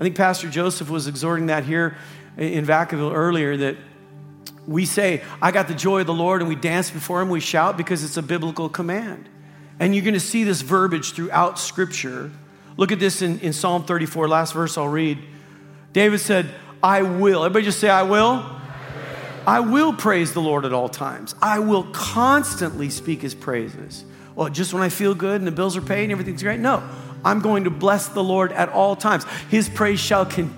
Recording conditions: large echoing room